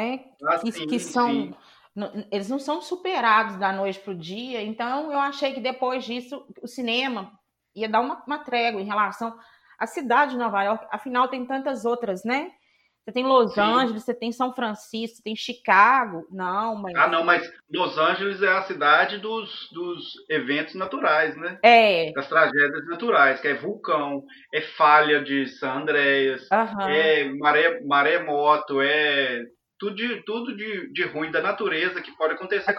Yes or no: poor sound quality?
yes